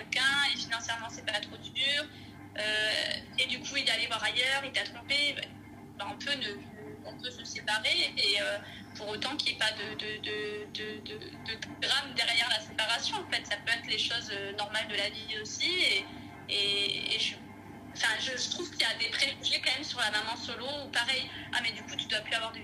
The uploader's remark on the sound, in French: Je vis dans la région parisienne. Qu’importe, notre entretien aura lieu par téléphone.